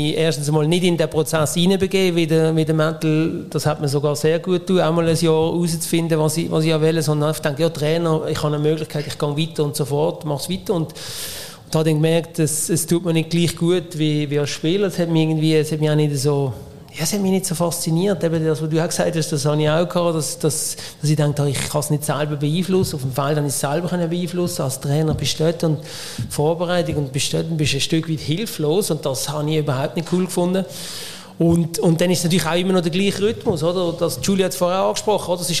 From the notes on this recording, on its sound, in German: beim ersten Podcast-Live-Event in Solothurn